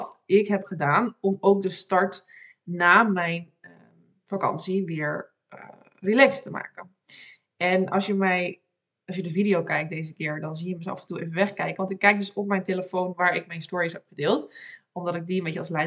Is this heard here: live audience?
no